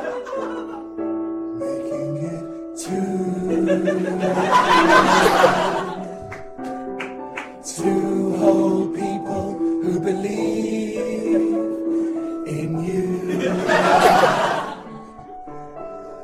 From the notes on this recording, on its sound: Live Episode 5